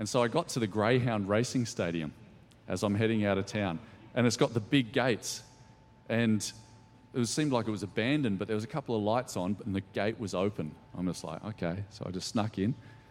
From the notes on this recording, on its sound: Recorded during our 5pm service